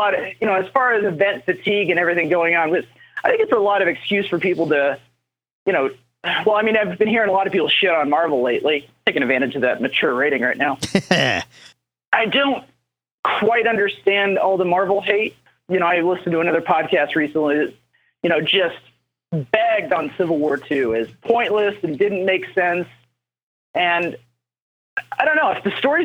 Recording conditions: phone line